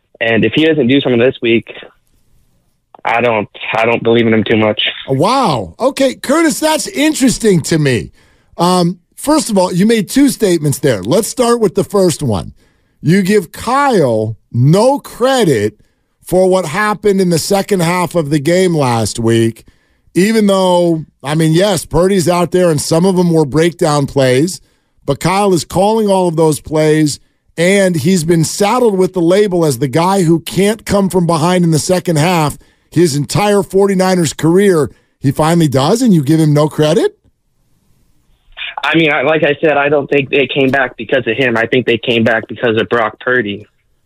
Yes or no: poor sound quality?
no